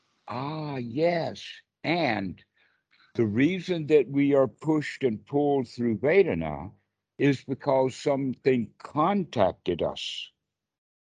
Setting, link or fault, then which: link, video call